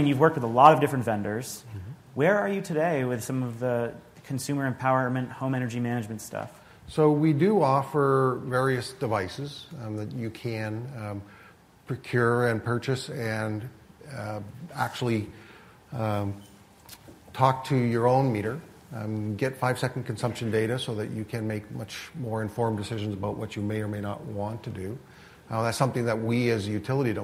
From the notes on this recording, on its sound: This week, we have a taping of the Energy Gang from GTM’s Grid Edge Live conference in San Diego.